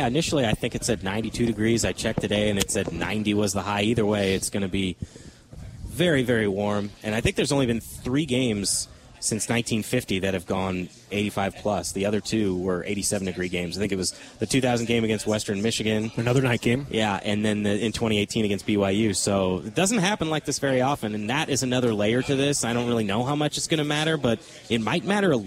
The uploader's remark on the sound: live from Monk's Bar and Grill in Sun Prairie